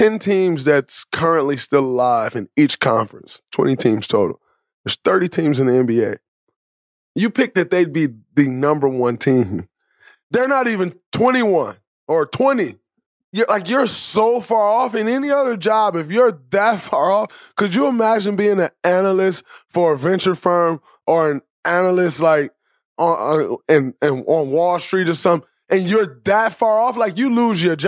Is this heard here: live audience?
no